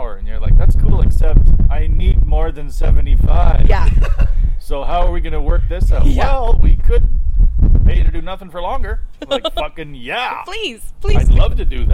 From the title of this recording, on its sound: The Windy, Outdoor Edition